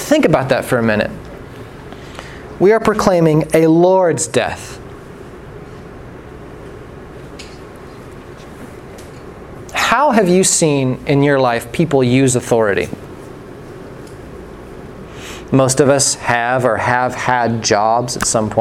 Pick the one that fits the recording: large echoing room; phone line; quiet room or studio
large echoing room